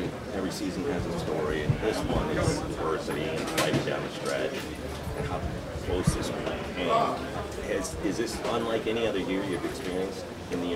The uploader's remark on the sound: Bucs Postgame Locker Room Press Conferences. NFC Divisional Round 2023-2024 Playoffs.